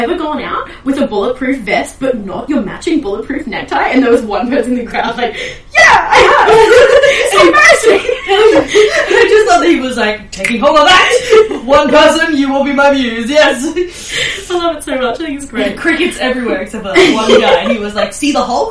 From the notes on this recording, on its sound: Sorry for the echo audio quality in this episode, we’re trying some new things with recording and not all of them are slam dunks